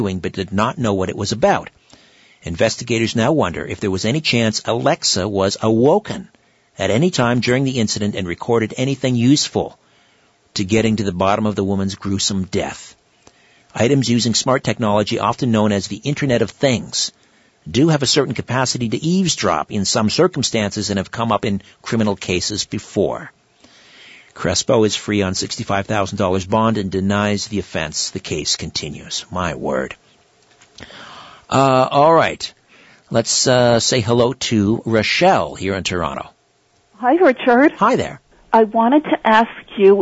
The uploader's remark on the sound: It's an hour of open phones. Callers from across North America!